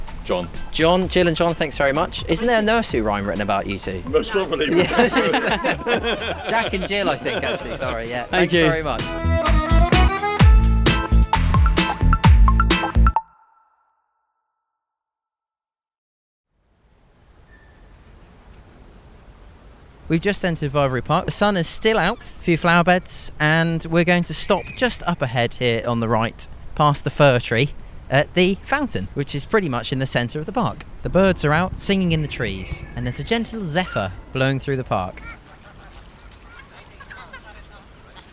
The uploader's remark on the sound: History podcast walking through Taunton. On an entertaining walk as they discover the sights and sounds of Somerset’s county town Taunton!